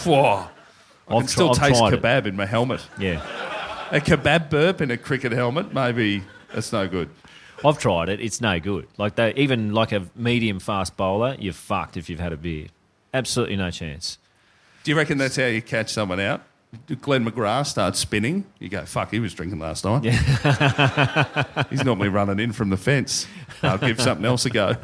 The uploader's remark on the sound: LIVE IN SYDNEY